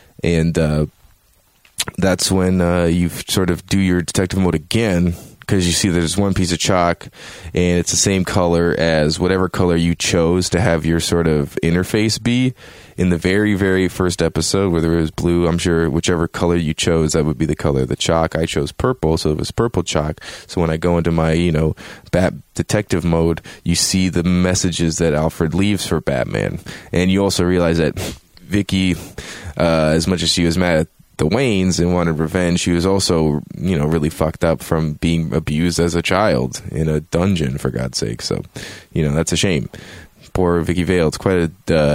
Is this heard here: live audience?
no